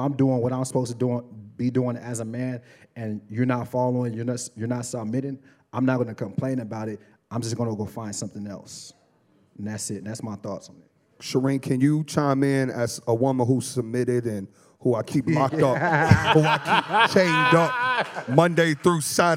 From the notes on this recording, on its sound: Welcome to the first ever live show of Nice & Neat the Podcast! We sold out and it was amazing! We wanted to make sure the crowd felt included in this magical experience, so we asked some of the audience members for questions. Make sure to check out this entire recording of our first live podcast!